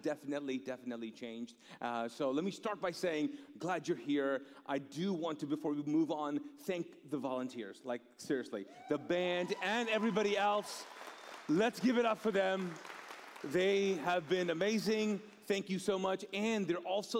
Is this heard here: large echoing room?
yes